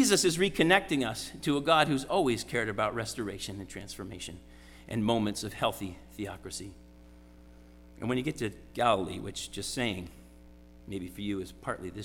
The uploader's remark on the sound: Sermon preached at RCHP on January 22, 2023.